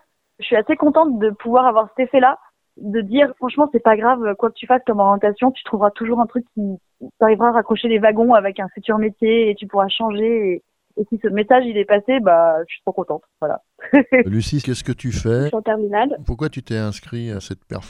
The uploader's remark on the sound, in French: Nous avons joint par téléphone. Cet article provient de Radio AlterNantes FM.